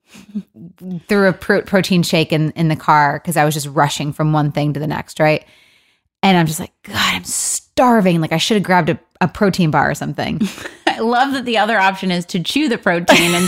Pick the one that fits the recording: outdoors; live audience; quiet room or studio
quiet room or studio